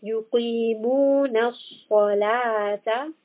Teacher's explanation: صَاد is a heavy letter, and following this we have لَام، which is a light letter. So we want to make sure صَاد stays heavy and لَام stays light.